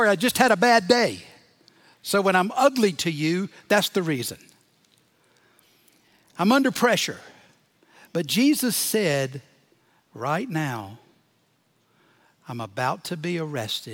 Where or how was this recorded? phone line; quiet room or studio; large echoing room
large echoing room